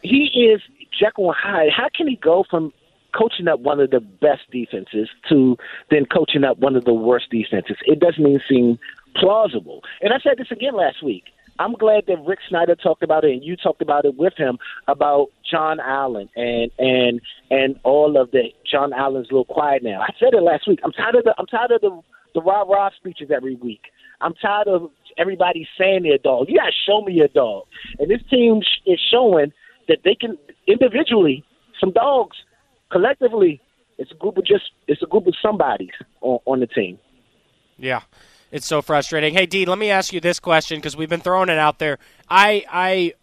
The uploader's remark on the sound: taking some callers